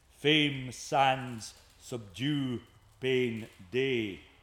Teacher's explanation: The masculine end rhymes of the odd lines in particular are on open syllables or syllables closed with a nasal.